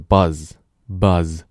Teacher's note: 这个浊辅音 Z 在词尾的时候，比如说 buzzbuzz，往往啊我们在句子当中不会读的那么夸张那么完整